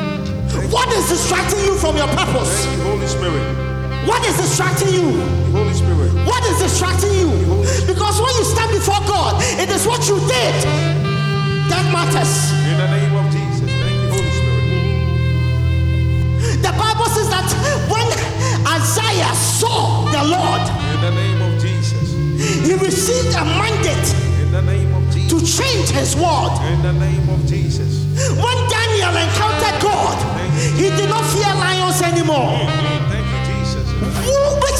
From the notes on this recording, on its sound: the live recording coverage of our Live 4 Christ Annual Event 2k15